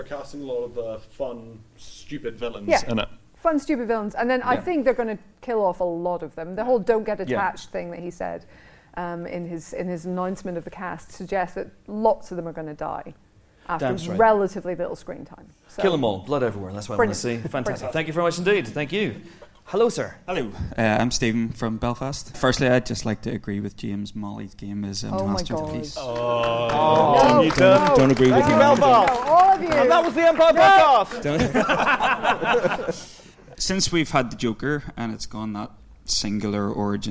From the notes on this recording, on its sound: (live in Belfast). The Empire Podcast mini-tour rocks up for its final show as part of the Cinemagic Film Festival in Belfast.